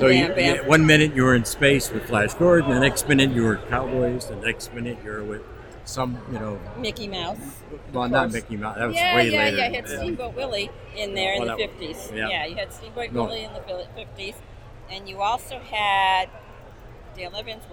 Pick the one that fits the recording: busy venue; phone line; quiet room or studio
busy venue